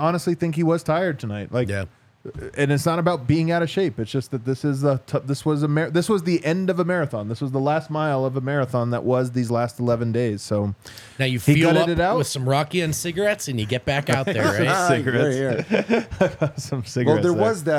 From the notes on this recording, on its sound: come to you LIVE from the DNVR Bar